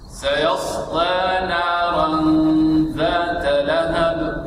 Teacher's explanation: ذات يعني الألف يا الألف لا تخرجها من أنفك. الألف بعد الذاء ذا ذا ذات نارا ذات لا تجعله تخرج من الأنف